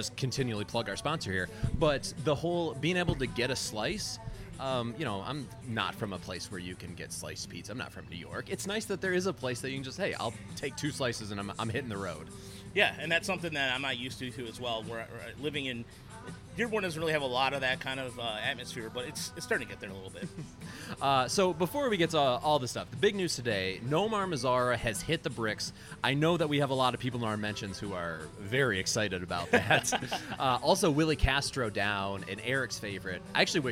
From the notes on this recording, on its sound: The Podcastellanos is live at Mootz Pizzeria + Bar in beautiful downtown Detroit!